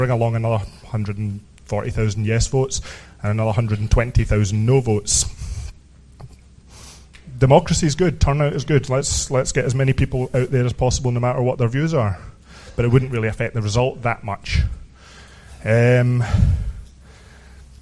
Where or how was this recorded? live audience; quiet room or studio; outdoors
live audience